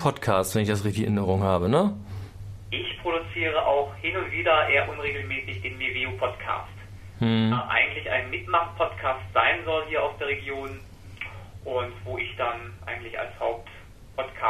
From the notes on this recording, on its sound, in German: Auf dem roten Sofa im Hauptstadtstudio sitzen. Am Telefon zugeschaltet.